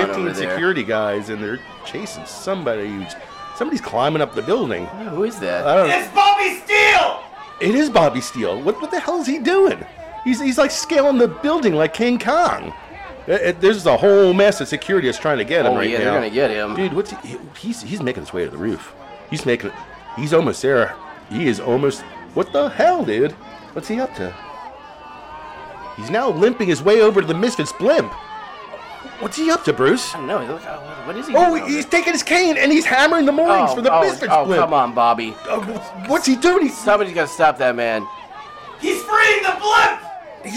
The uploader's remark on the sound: LIVE FROM THE PRUDENTIAL CENTER IN NEWARK, NJ.